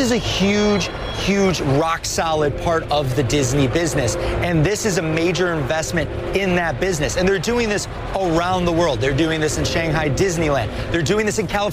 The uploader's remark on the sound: live from the New York Stock Exchange